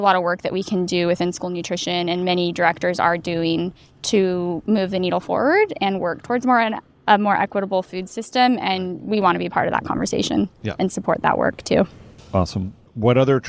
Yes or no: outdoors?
yes